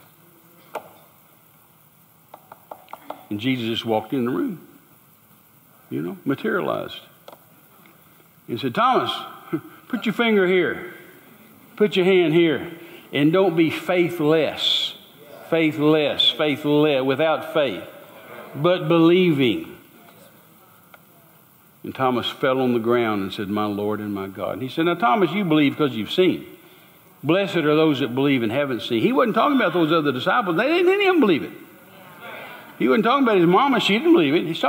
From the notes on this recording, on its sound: Recorded LIVE at Church on the Rock, Georgetown, Tx.